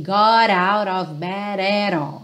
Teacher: Então, nessa linha aqui, nós temos quatro rarará, ok? Quatro T's ou D's aí que viraram rarará, esse som do garoto, guri